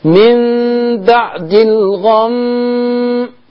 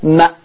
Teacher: هقف على الميم المشددة سيب الغنة تاخد حقها وانا قفل الشفة وبعدين افتحها بعد ما يخلص صوت الغنة · Shown in: first take